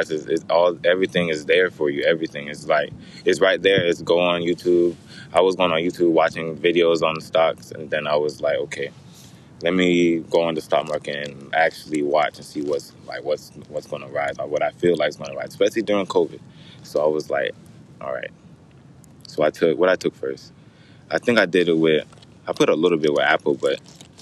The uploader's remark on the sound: In this episode we took it outside and brought in some friends , had the wine going, some smoke going, bringing you relaxed vibes